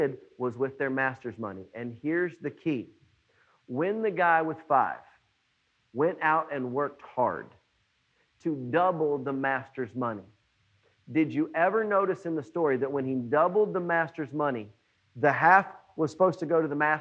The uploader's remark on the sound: It was preached on June 21, 2020 at NBC on Main